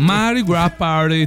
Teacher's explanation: tutto molto delicato, la T quasi non si sente